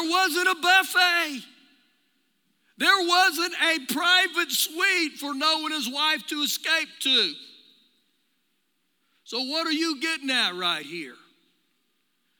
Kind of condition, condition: setting, large echoing room